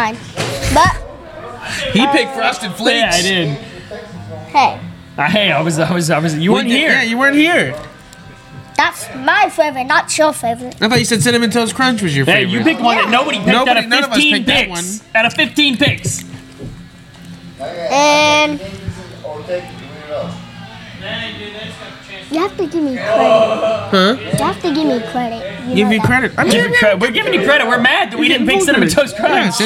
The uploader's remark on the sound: LIVE FROM THE AXL BARBER SHOP!